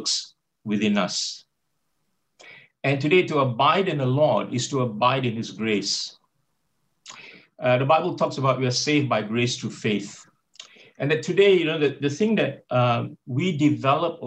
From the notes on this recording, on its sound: Talk 2 from the Wednesday United zoom meeting.